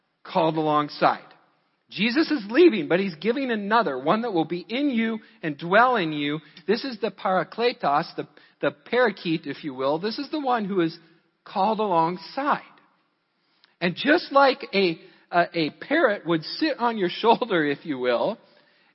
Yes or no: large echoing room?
yes